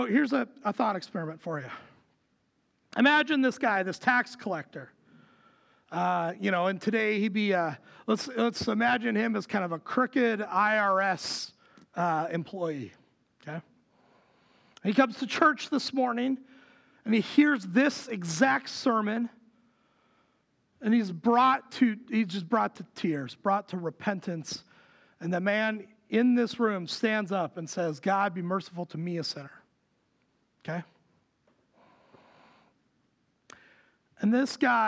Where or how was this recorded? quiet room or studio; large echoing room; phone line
large echoing room